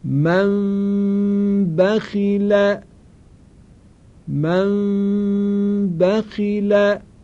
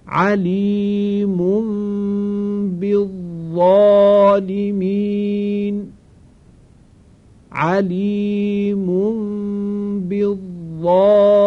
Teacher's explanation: راهش هم این هستش که وقتی که میخواییم این میم اخفا شده رو تلفظ کنیم، لبها رو کاملا روی هم قرار ندیم، یه مقداری برای عبور و مرور هوا فاصله باشه، مقدار خیلی کمی، به طوری که هوا هم از بینی بیرون بیاد خارج بشه و هم از دهان، که صدا توامن از بینی و دهان شنیده میشه.